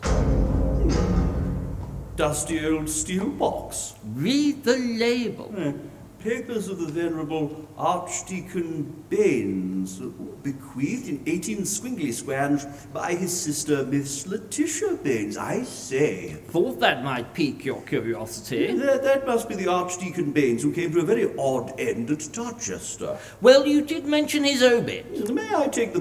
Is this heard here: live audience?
yes